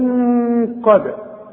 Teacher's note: الدالة اهي بنقلقلها علشان الشرط بتاعها السكون